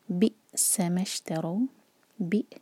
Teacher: حمزہ ساکن پر cut off sound